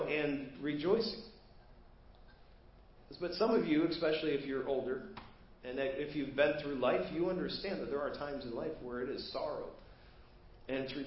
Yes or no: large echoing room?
yes